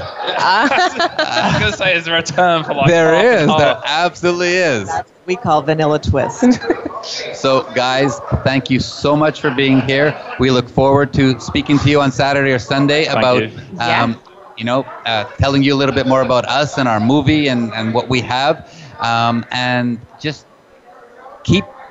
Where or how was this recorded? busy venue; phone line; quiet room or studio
busy venue